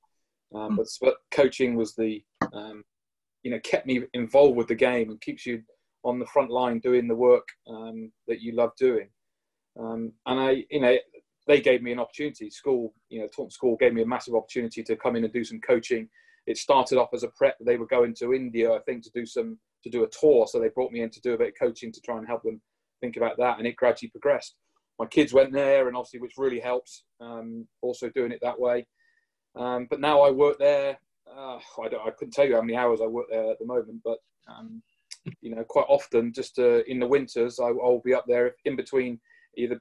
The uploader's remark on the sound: in a webinar originally recorded in 2020